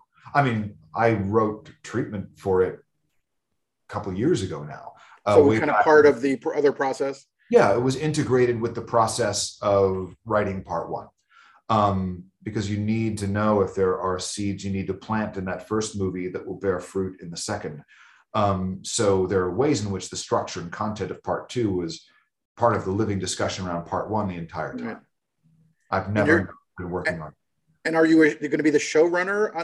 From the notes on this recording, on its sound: Shot via Zoom, March 2022.